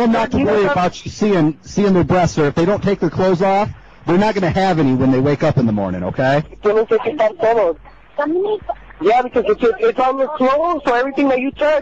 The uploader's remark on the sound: Prank Phone Calls